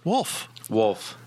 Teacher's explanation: I do kind of leave out L. You leave out the L a lot.